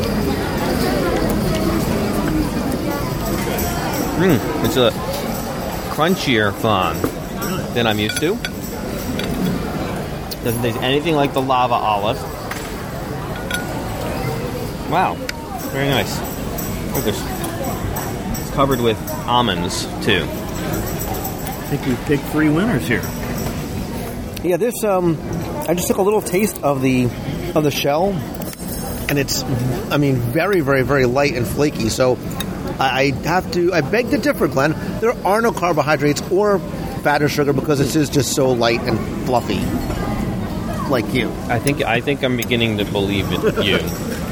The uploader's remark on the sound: Modeled after a Mexican hacienda dating back to 1692, the restaurant sits in perpetual twilight on the banks of a river, across from a Mayan pyramid and ruins. We offer a live review from inside the restaurant as we enjoy some of the Inn's appetizers, main courses, and of course, desserts, as our serve explains every aspect of the meal.